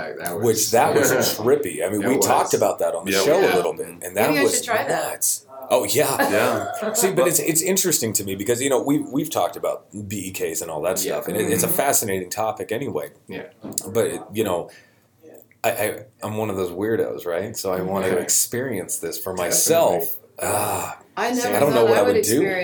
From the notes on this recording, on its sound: live from the Kansas City Paracon